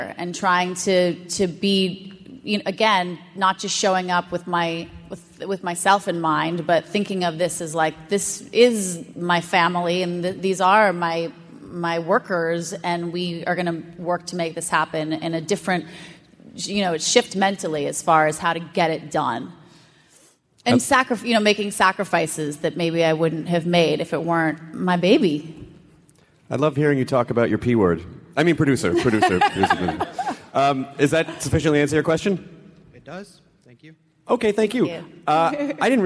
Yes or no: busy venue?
yes